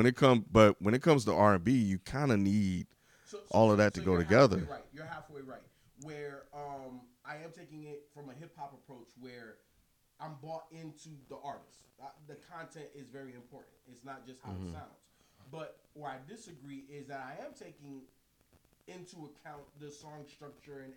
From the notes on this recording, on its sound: The audio is still messed up